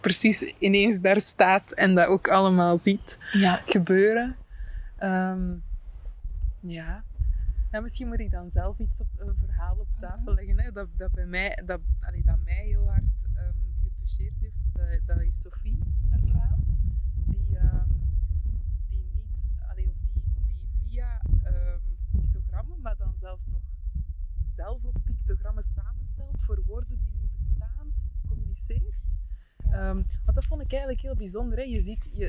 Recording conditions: wind noise